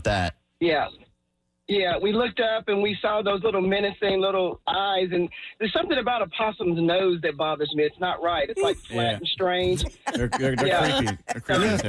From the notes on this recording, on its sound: A bunch of people called in to tell us their horror and/or comedy stories!